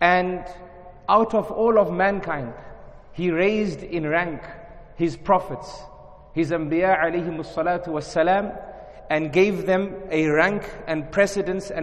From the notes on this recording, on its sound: In this lecture conducted at Masjid Abbaas in Harare, Zimbabwe.